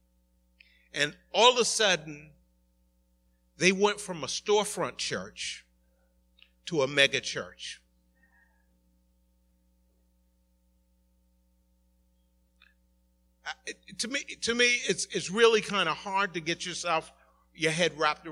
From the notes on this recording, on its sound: Recorded at the 11:30am Service